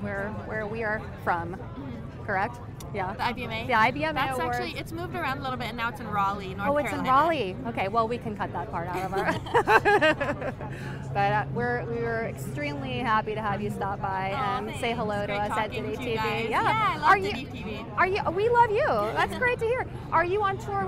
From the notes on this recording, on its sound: Americanafest 2018. Live from the Red Carpet at the 2018 Americana Honors & Awards Show.